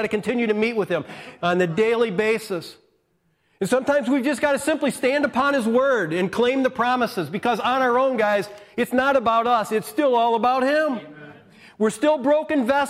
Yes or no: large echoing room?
yes